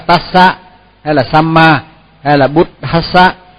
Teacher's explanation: Khi mà có một cái âm kép, khi mà có một âm kép như là tassa hay là samma hay là buddhassa, thì là khi có âm kép thì cũng tương đương với là âm dài. Tức là hai phụ âm đi chung với nhau thì nó trở thành một cái âm dài. Nó ngắn hơn cái âm dài một chút xíu, mà nó dài hơn cái âm ngắn.